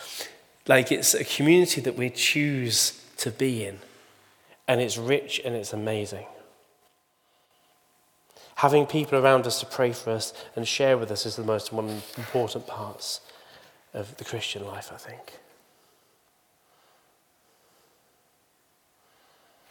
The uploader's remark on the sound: Recording from Immanuelskyrkan Skövde.